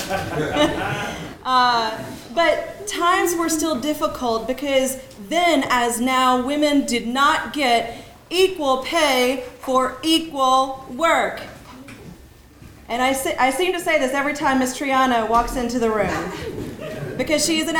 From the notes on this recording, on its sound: Congress to Lieutenant Governor each gave brief speeches and answered questions from the audience.